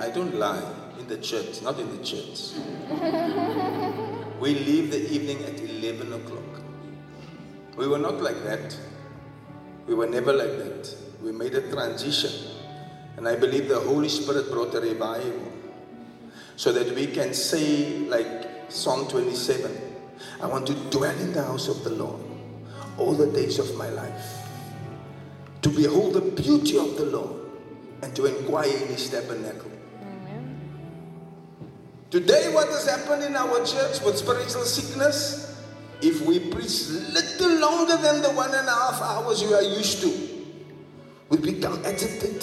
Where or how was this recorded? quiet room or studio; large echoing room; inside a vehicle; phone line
large echoing room